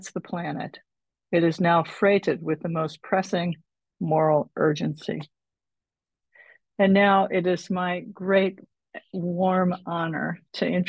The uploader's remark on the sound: took place live on Zoom